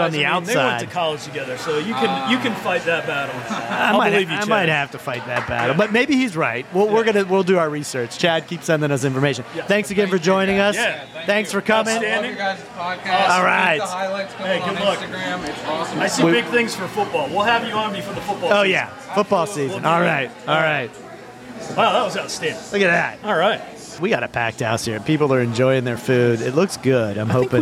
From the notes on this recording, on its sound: Replay - Live from the Palestra.